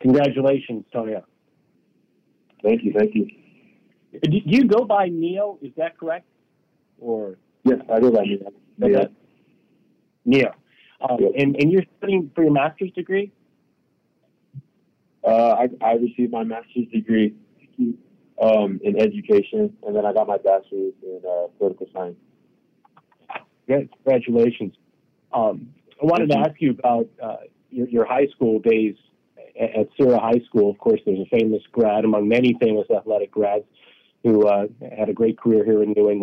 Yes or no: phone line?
yes